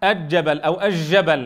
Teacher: أيضا التنبيه لحرف الجيم، كثيرا يا إخوة ما ينطقه طلابنا مدغما، يدغم اللام في الجيم فيقول أجبل أو أجبل على لهجة بعض المناطق عندنا، فيدغم اللام في الجيم.